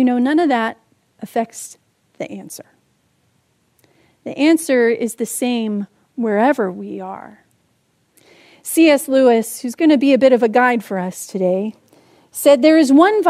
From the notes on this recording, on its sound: Palm Sunday message delivered during the Contemporary Worship Service. San Marino Community Church.